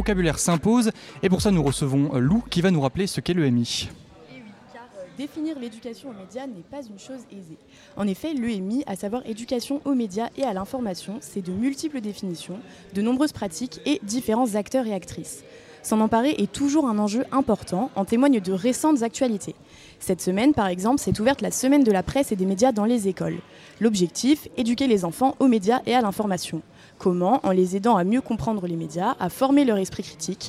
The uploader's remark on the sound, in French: Emission plateau en direct des Assises 2023